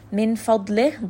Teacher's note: dad is going to be heavy